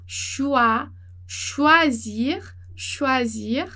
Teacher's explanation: esse oi, ele vai ter som de wa